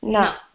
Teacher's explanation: It's a normal na. Where your tongue touches the upper teeth backside.